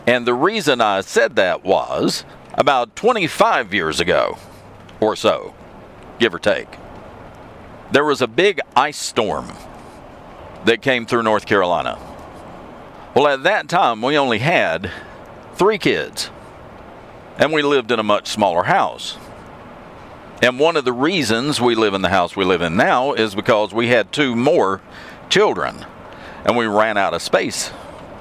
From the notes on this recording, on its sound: I'm back in the truck for this episode, so please ignore the background road noise.